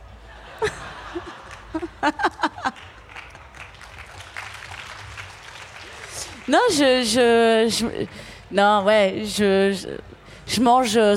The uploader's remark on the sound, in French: Produit par Binge Audio, enregistré en juin 2022 au festival We Love Green (Bois de Vincennes).